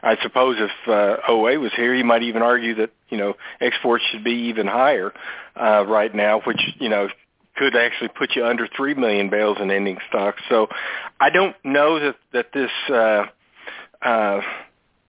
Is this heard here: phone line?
yes